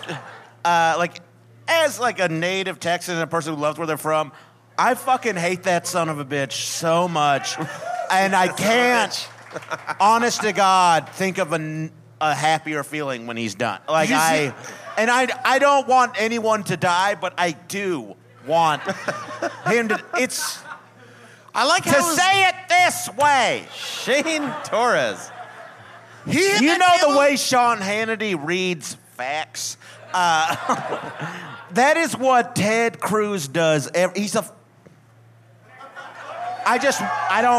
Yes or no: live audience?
yes